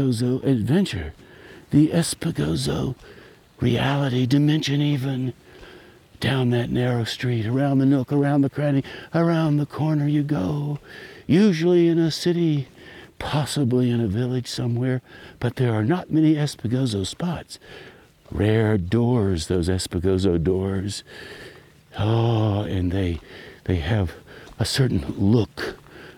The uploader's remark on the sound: This piece emerged while I was walking down a dirt road with my recorder on, just in case.